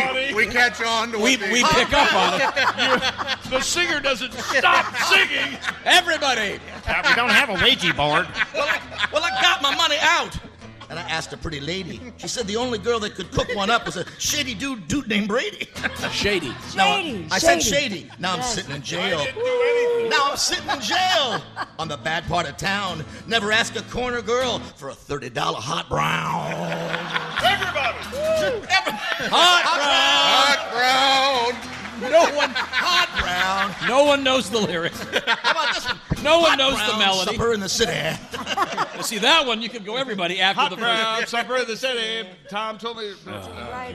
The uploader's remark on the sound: live from the Bourbon museum in Louisville